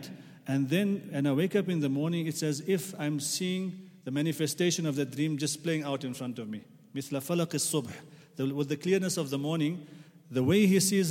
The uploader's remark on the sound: at the Houghton Masjid (West Street)